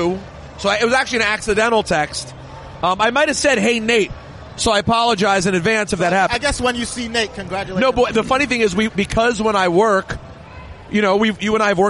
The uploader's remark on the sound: report live from Wrestlemania Axxess